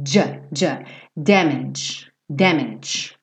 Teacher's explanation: Esse G, ele é J, J. Pensa num D com J, J.